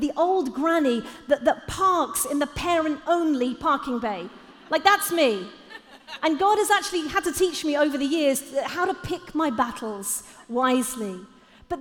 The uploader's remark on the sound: Live at The Orchard Conference 2022